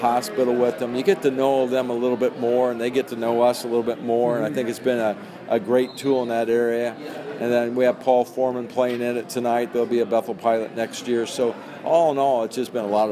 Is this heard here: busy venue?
yes